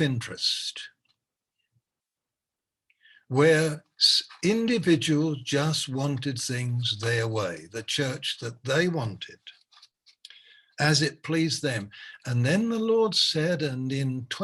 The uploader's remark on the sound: Malaysia Meets (Zoom)